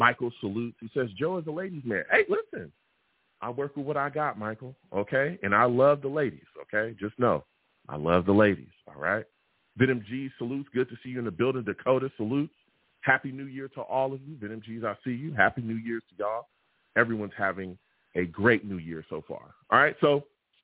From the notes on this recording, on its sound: I take live callers!